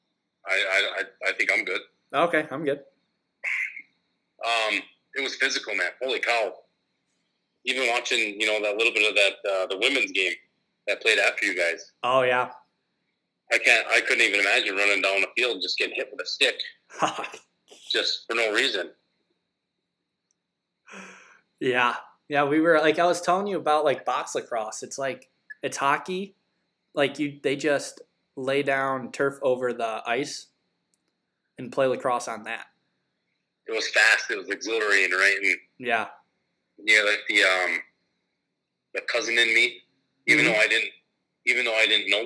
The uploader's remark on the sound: Quick phone interview with former College Football player.